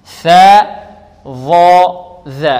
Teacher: ألهاكم التكاثر، والثاء هذه مثلثة، ونحن قلنا الثاء والظاء والذال، الثاء والظاء والذال، هذه الحروف الثلاثة تخرج من مخرج واحد وهو طرف اللسان مع أطراف الثنايا العليا